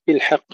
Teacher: ترقيق الحاء وتفخيم القاف مع أنها مكسورة طبعا لكنها تبقى مفخمة